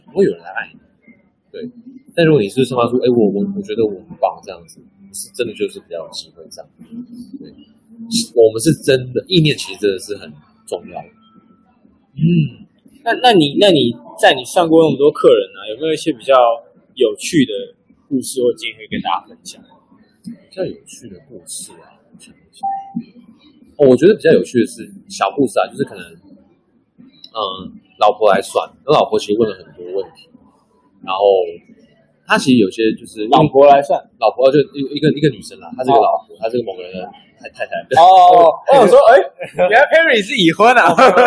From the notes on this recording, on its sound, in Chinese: 本集現場錄音品質稍差，敬請見諒。